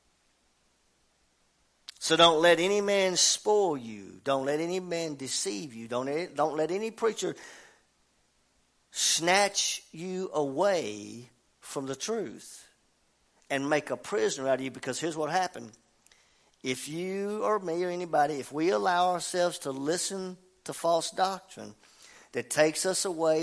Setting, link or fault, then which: setting, large echoing room